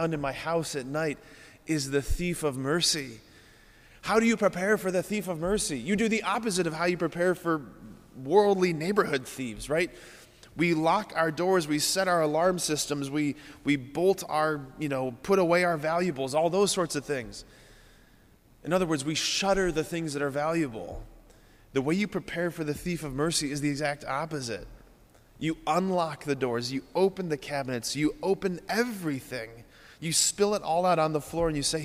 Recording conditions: large echoing room